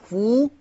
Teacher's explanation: أتم ضم الشفة لإتمام حركة ضم الفاء